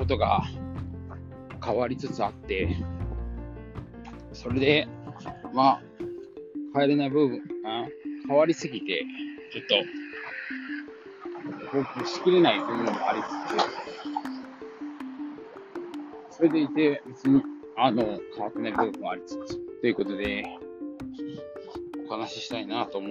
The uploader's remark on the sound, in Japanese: 歩きながら適当に話してます。